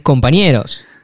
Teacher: El acento está en la E, no está en co.